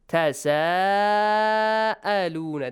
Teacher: Obligatory. You gotta stretch it for six counts. So because hamza and alif mad both are in the same word. · Term: This mad is wajib